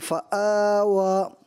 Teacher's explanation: واؤ کی جو ادائیگی ہے اس کے نکلنے کی جگہ ہے نا، یہ اس کو ادا جب کرتے ہیں تو دونوں ہونٹ گول ہوتے ہیں